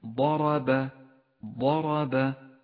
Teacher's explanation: لاحظ الراء المفخمة في كلمة ضرب ضرب، فخمت لأنها مفتوحة